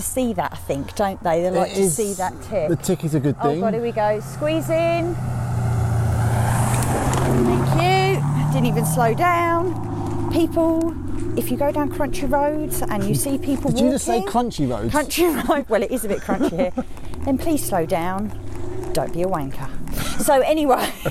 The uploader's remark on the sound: walking podcast